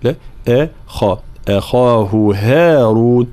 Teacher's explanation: أخاه لابد من ترقيق الهمزة تفخيم الخاء، لا نقول أخاه ولا نقول أخاه، لا أخا.